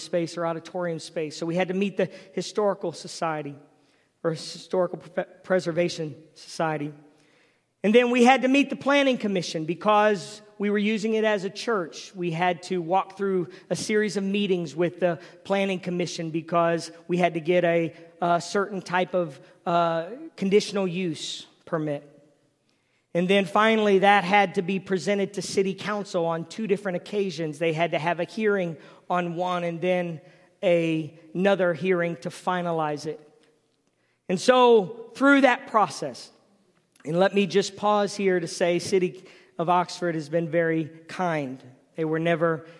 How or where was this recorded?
large echoing room